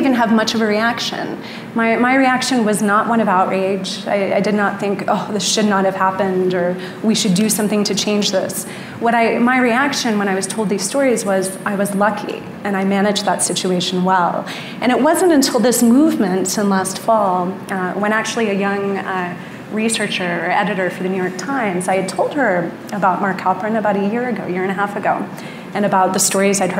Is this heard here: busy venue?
yes